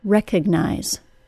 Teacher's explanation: The first syllable of recognize is stressed. It sounds like rec.